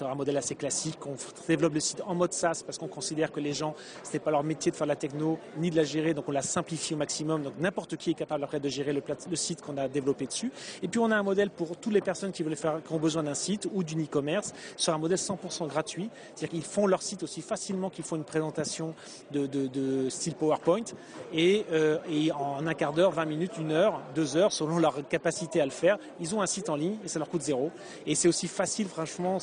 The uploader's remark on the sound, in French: au Universite d'Eté du MEDEF 2012 et ai pris l'occasion d'enregistrer cet entretien